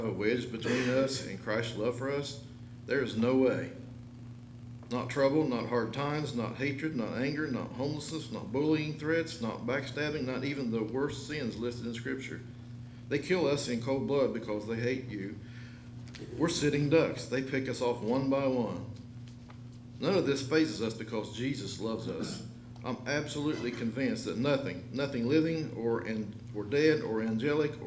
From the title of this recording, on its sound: LIVE Services at Sunshine